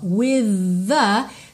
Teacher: percebe que o TH de with é o TH vocalizado. V, v, ok? Tem pregas vocais funcionando aí.